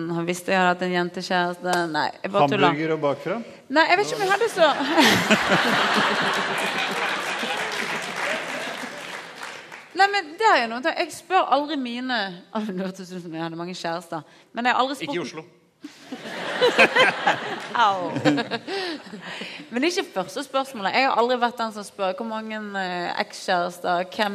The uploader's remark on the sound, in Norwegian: Lørdagsrådet live fra Chateau Neuf. Opptak fra live-show på Chateau Neuf.